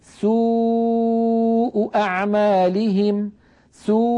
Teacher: ترتجف الحبال الصوتية في الحنجرة مع انضمام الشفتين · Term: صوت الواو